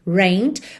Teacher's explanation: escreve rained, mas o E não é pronunciado, tá? Então você vai direto do N pro D. Rained, mas você não pode dizer simplesmente rained.